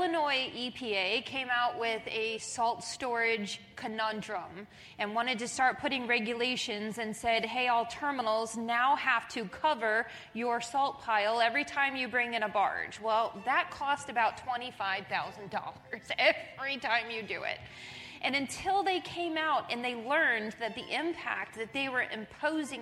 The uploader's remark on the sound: This month we were pleased to share our message with a live audience at the IRPT 2023 Annual Conference.